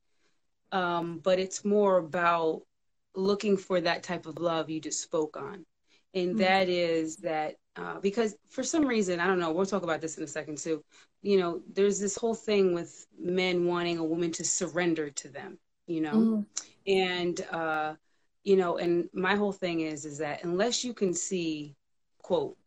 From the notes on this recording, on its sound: a special Instagram Live #WFH edition